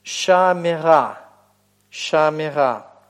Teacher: Обратите внимание, что у вас присоединяется окончание «а», и из-за присоединения окончания чуть-чуть меняется огласовка. В частности, «патах» у вас редуцируется до «шева»